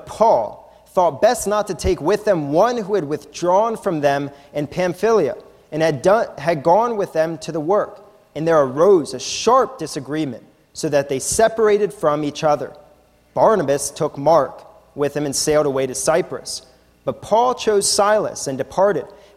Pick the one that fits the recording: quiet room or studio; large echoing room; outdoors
large echoing room